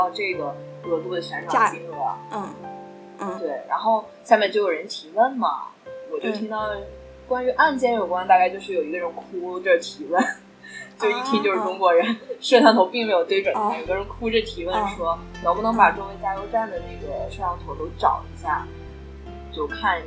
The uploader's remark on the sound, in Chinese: 非常抱歉这次的音质，是我的个人问题，以后一定会注意录音设备的方向